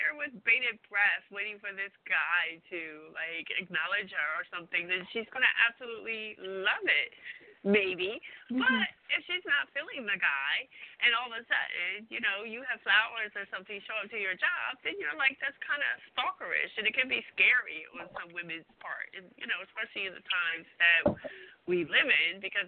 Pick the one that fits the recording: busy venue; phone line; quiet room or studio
phone line